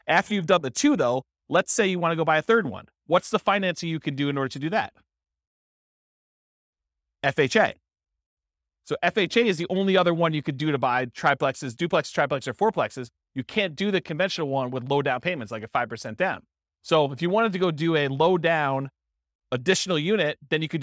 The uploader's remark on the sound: This was a live class recorded